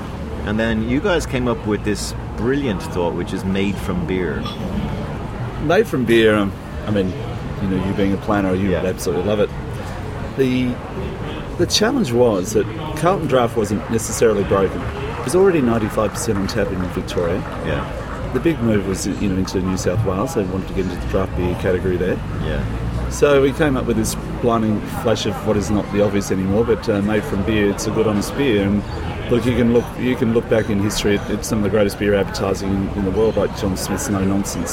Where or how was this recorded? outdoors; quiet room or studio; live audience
outdoors